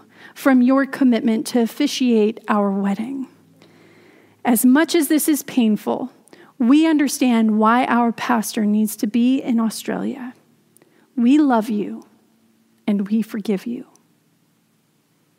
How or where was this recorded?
large echoing room